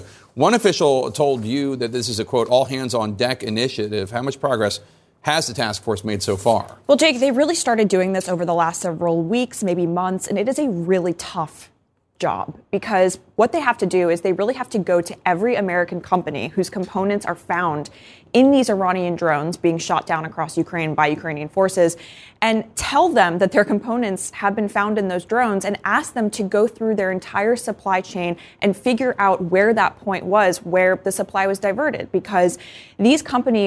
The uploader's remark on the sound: a joint press conference live at the White House